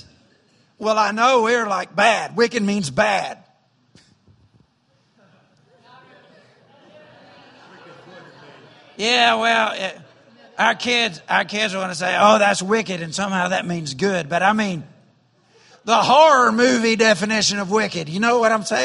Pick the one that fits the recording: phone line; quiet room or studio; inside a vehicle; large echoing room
large echoing room